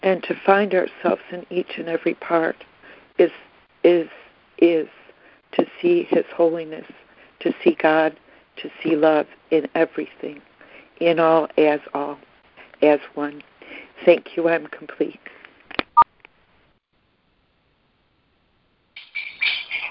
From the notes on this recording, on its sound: ACIM Daily Conference Call.